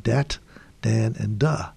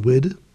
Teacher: Many of the West African languages spoken by the enslaved did not contain the phonetic th, th sound. Thus, words that begin with th have a hard d or T sound